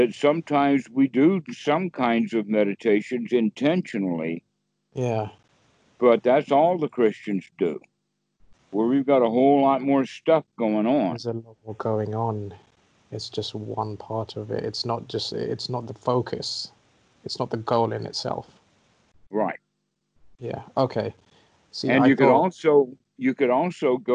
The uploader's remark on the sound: skype calls on this channel